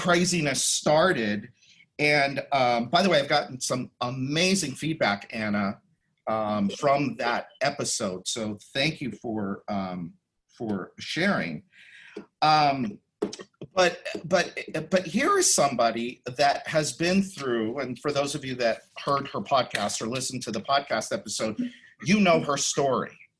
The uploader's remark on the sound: The audio from a special online event.